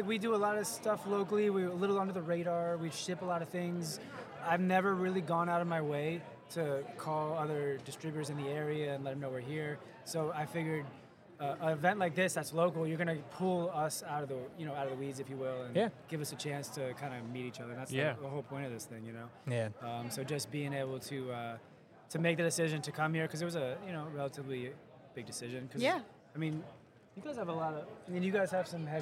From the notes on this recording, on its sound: Live from AB Show 2023. Recorded LIVE at the Athletic Business Show in Baltimore MD! Our team shares the sights and sounds of our first tradeshow as exhibitors.